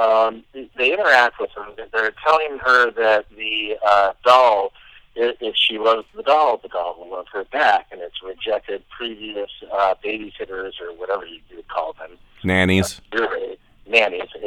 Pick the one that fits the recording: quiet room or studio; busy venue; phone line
phone line